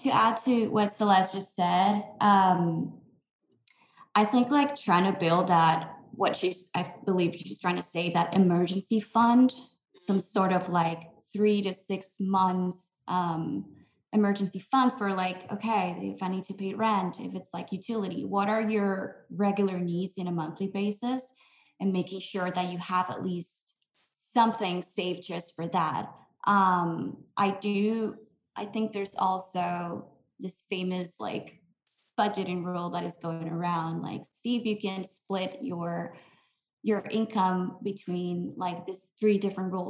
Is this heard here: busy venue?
no